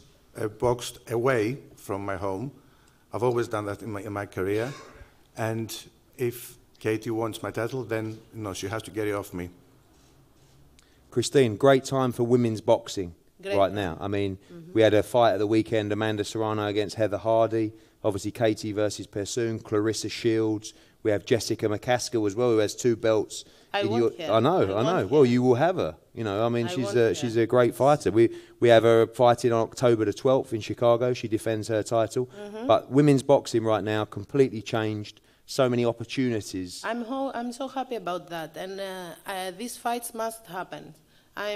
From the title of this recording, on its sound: Nov 2 launch press conference